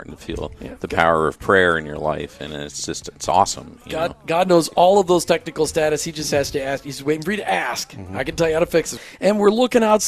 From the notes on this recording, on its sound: On location this afternoon at the Headquarters of Aqua Plumbing and Air in Sarasota.